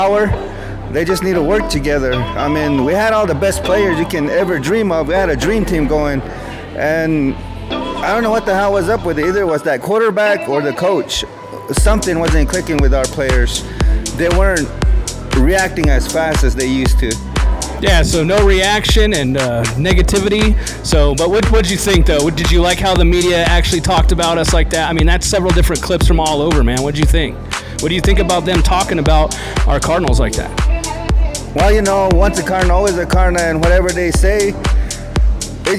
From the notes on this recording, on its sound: We go out on location in Flagstaff